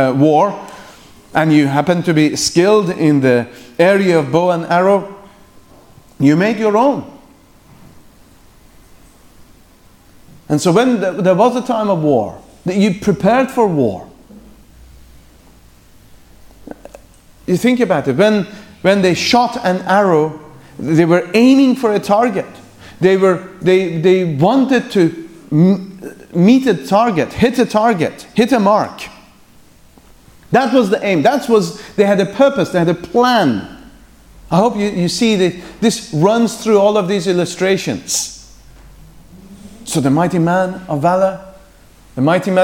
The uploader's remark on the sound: The morning session from the Free Southern Presbytery's 2nd Family Conference.